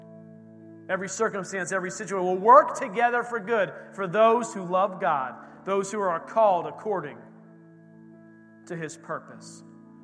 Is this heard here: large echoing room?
yes